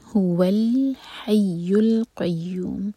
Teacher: واو کو جب لام سے جوڑیں تو لام پر جھٹکا نہ آئے